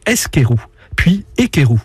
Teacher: Pour passer de skerou à écréou, deux phénomènes se sont produits. D'abord, on a fait précéder les deux consonnes du début par une voyelle pour prononcer le mot plus facilement, d'où eskerou, puis écréou. · Term: prothèse vocalique